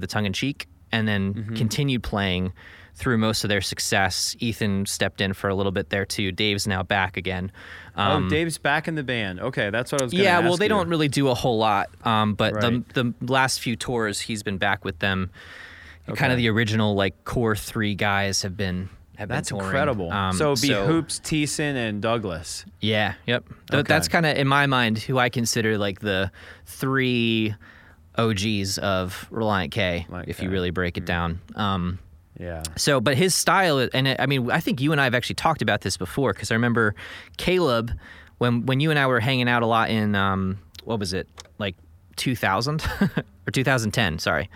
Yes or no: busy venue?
no